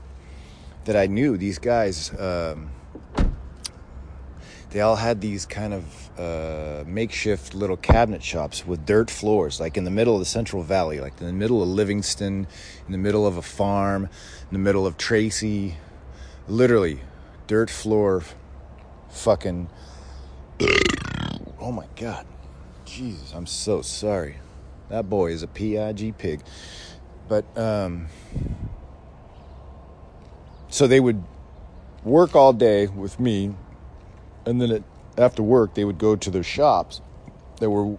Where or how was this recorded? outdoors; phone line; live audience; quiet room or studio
outdoors